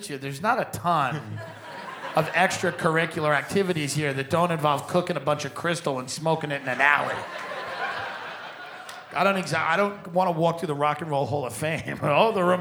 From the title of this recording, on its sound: Live From Cleveland